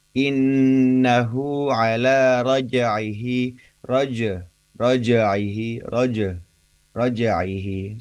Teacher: Biarkan bunyi e-nya langsung bersambung dengan huruf setelahnya, yaitu huruf ain